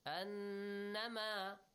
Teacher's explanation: Whenever نُون carries a shadda, ميم carries a shadda, these two letters should be pronounced with a nasal sound. Plus extension.